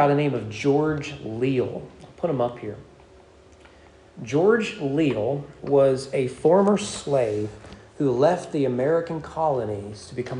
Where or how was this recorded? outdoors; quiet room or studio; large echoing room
large echoing room